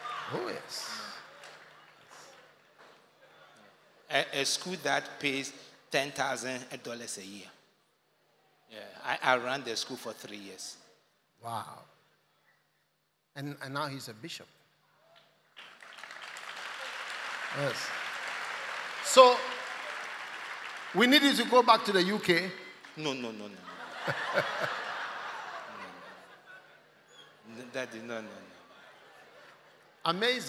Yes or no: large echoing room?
yes